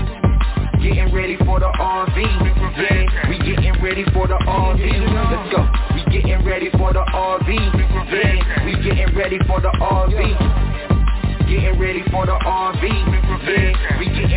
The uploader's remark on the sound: TNTSuperfantastic Conference Call